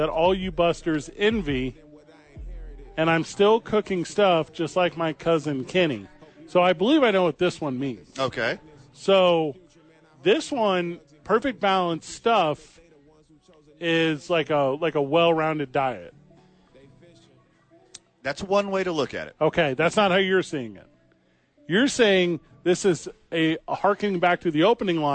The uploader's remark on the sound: Live from the YMCA.